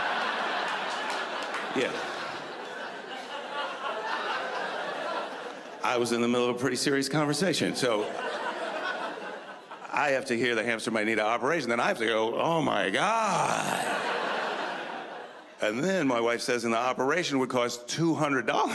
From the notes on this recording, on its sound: brings his observations to the 2013 Just for Laughs Festival in Montreal